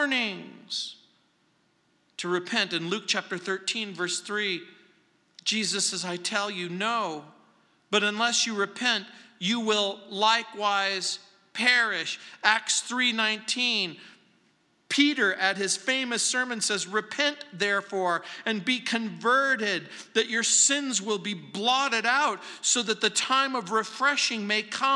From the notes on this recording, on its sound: at Calvary South Denver in Littleton CO